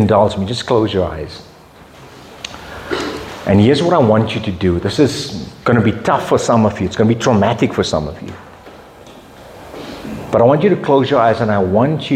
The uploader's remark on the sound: Men’s Breakfast Meeting. From Rhema Bible Church North, delivered to our men during their breakfast fellowship.